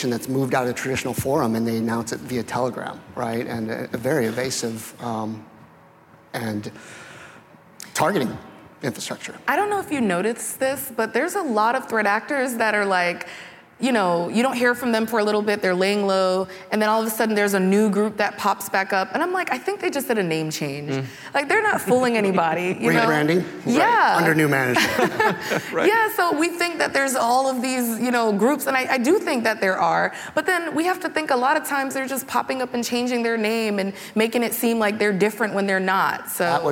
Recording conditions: live audience